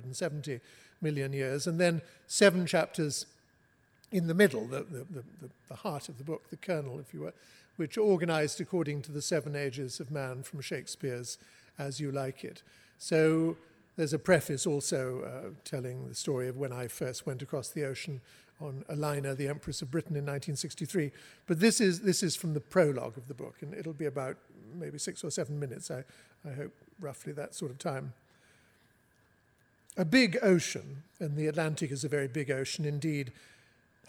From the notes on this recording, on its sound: Writers on a New England Stage. Recorded live at The Music Hall in Portsmouth, NH. This archive program may still contain broadcast elements from the time it aired.